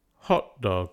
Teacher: We add a glottal stop represented by underscore in place of the t